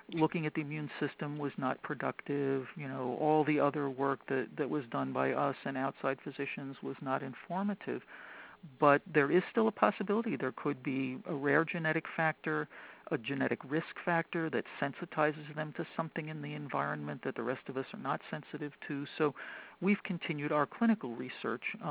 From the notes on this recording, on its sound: The inaugural conference call Q&A session between Rare Genomics Institute, Ben's Friends Patient Communities, and leading experts in the field. Questions were submitted before the call and live during the call.